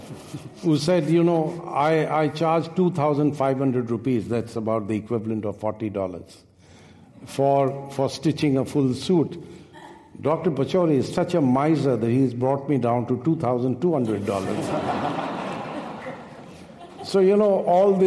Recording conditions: live audience